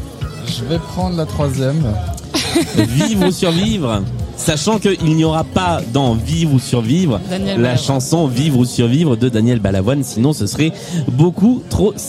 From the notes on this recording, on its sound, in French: Tout droit venus de Bruxelles, pour une partie enregistrée à Lille, au food court Grand Scène !